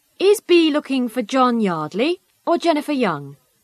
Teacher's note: The voice rises on the first alternative and falls on the second. · Term: intonation